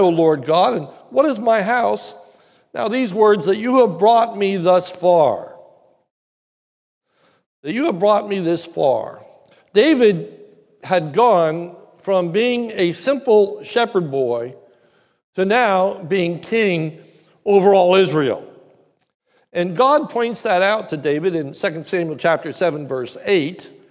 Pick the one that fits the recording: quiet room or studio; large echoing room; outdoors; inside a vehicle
large echoing room